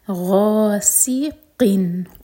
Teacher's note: غین heavy, سین سیٹی کی آواز کے ساتھ، غاسقن قاف حلق سے، اور یہاں پر قن پر اظہار ہے.